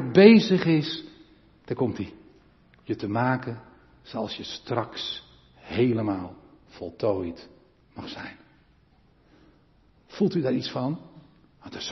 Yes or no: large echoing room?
yes